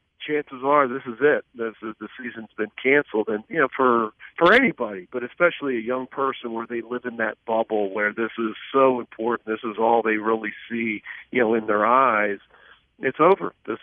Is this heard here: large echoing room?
no